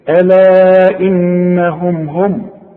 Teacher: المين مضمومة عند الوصل، إذا وقفت سكنها